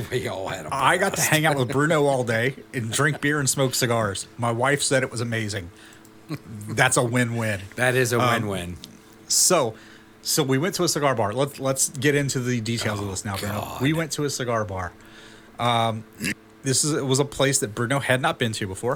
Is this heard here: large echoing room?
no